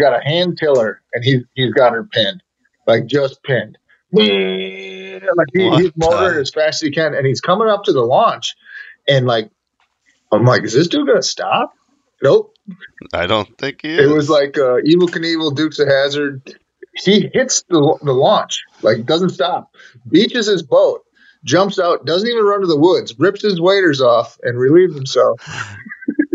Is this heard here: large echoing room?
no